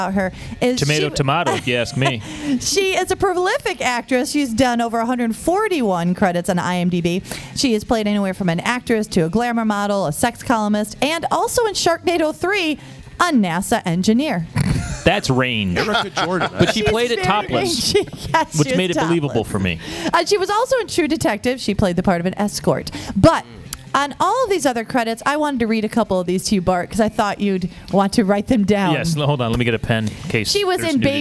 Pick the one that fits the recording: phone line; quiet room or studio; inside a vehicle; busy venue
busy venue